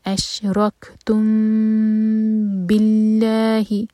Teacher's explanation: اش روک تم، M T میم کے بعد با، اخفاء شفوی ادا کریں گے، میم کو دو سیکنڈ ہولڈ کریں گے اور پھر با ادا کریں گے. اش روک تم باللہ، با کے بعد جو الف ہے یہ حمزۃ الوصل ہے، اس کے بعد جو لام ہے یہ لام شمسیہ ہے، تو اس کو پروناؤنس نہیں کیا جائے گا.